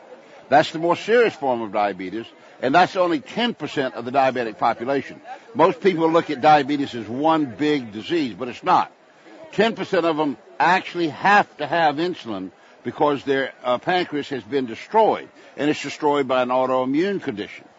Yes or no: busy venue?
yes